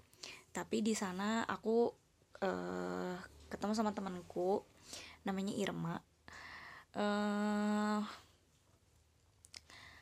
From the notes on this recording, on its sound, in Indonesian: Maaf kresek kresek itu suara hujan.